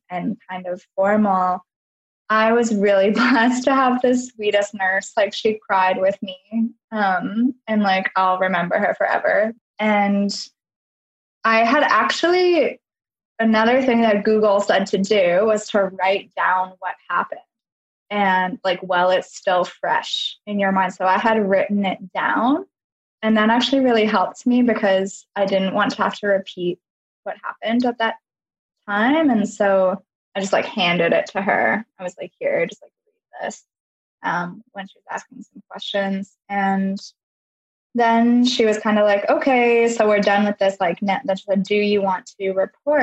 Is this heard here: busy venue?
no